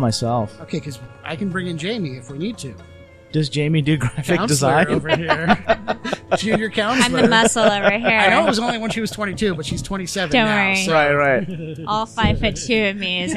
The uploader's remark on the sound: We recorded this episode live and direct from DAMA, located in the fashion district of Los Angeles, California.